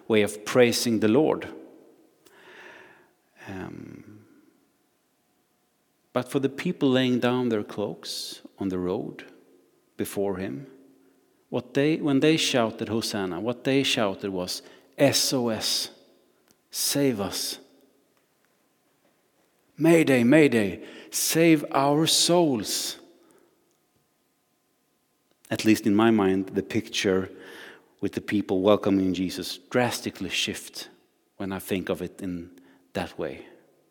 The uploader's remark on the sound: Recording from Immanuelskyrkan Skövde